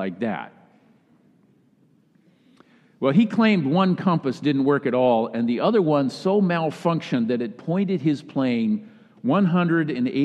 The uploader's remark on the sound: Kick Off Sunday message delivered during the Traditional Worship service.